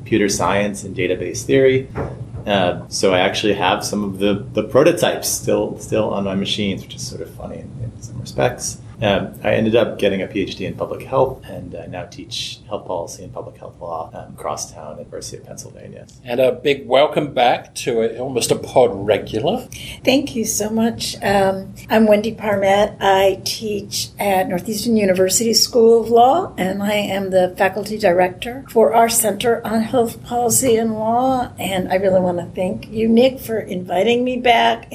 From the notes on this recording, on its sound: This episode was recorded at Temple Law during Temple Law’s celebratory Law Review Symposium: Looking Back and Looking Ahead, 10 Years of Public Health Law Research in September 2019.